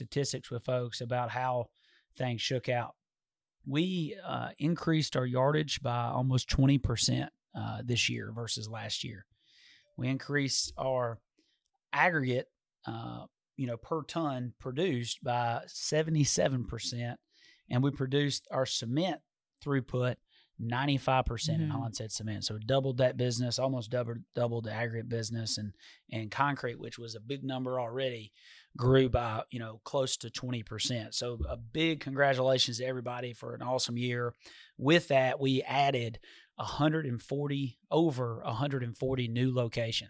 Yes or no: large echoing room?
no